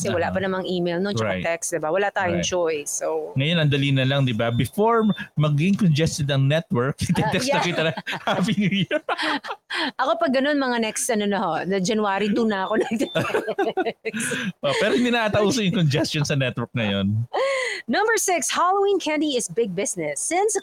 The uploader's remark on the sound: Live in a Cemetery on Halloween Night